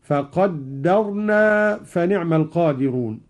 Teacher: قرأ قالون بتشديد الدال من التقدير هكذا